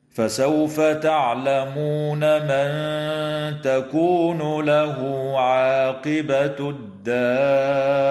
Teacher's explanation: إخفاء حقيقي للنون الساكنة عند التاء مع الغنة مرققة في قوله تعالى: من تكون، وتوصل الهاء في قوله تعالى: له عاقبة، بواو تمد حال الوصل بمقدار حركتين من قبيل مد الصلة الصغرى.